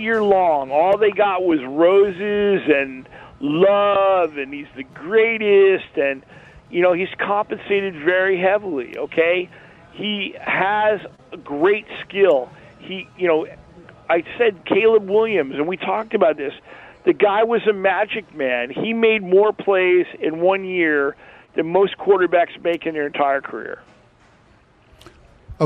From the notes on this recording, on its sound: "Live" from Steiner's Pub in Las Vegas